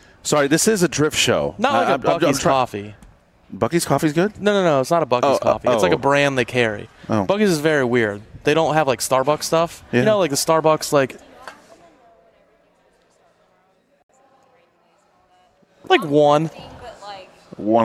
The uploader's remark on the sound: In this special episode we're live from Texas Motor Speedway to talk about the LS Fest event.